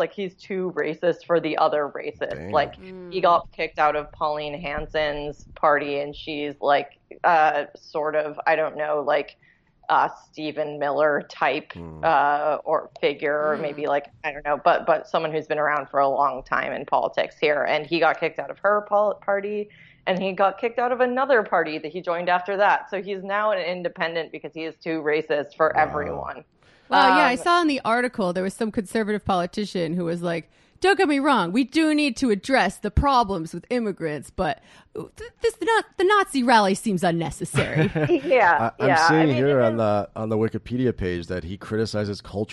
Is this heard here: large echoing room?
no